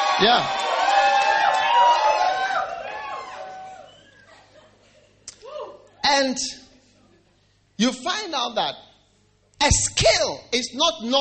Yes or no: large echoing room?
yes